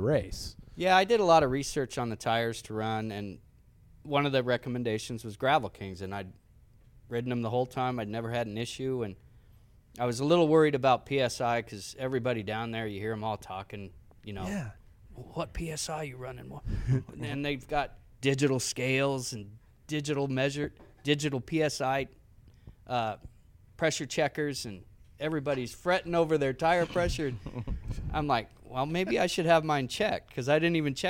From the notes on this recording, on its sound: On location at MOJO Cyclery in Spokane Valley, WA